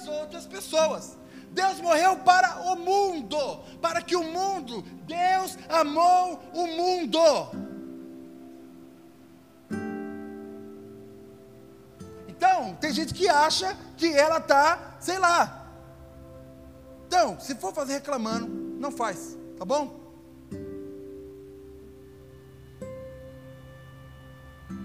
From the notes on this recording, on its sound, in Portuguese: Áudio do culto de Domingo do dia 29 de Maio de 2022.